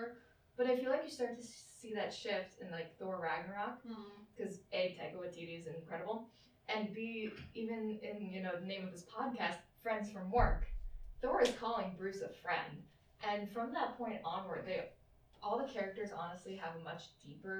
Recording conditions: poor sound quality